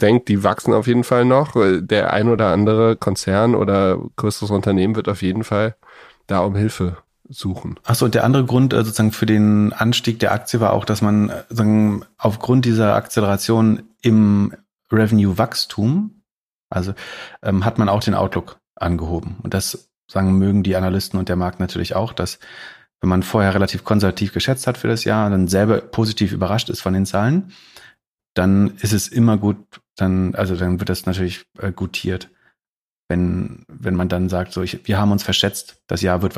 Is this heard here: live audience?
no